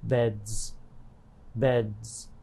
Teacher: D is a voiced sound. Therefore, when it becomes plural, the S is pronounced as z.